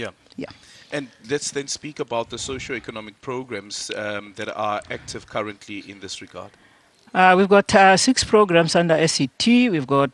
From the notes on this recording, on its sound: We are coming to you live from the Kruger National Park where SANPARKS will commemorate the 18th South African National Parks Week.